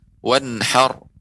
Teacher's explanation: ro ya ini harus dibaca dengan tebal dan diberikan haknya